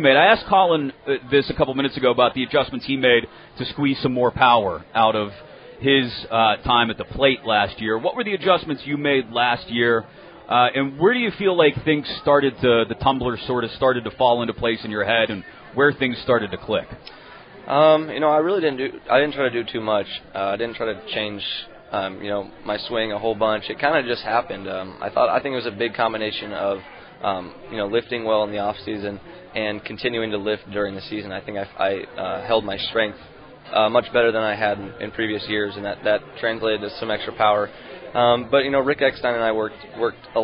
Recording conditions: busy venue